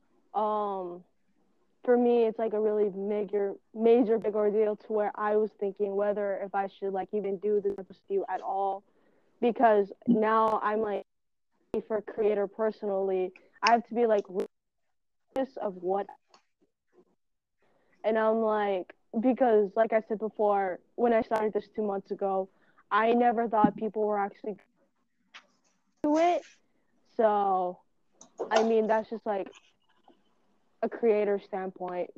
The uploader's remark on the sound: Also, I will get a better mic, I just don’t have the liberty to do so and I’m aware of us cutting off mid-sentence. I wouldn’t be surprised if it was on my part.